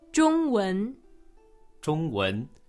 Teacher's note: So we just put two tones together. We put the first tone and the second tone together.